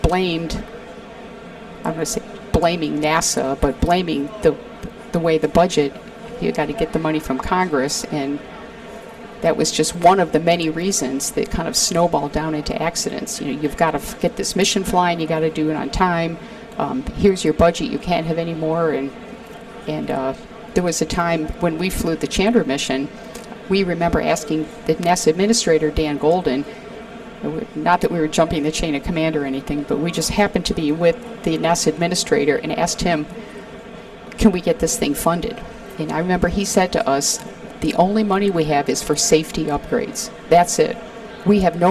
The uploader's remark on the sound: Recorded at the 2023 Northeast Astro Forum